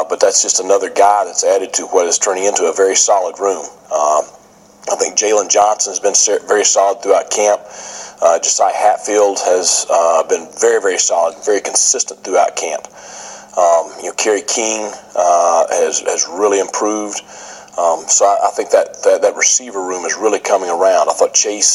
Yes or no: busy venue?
yes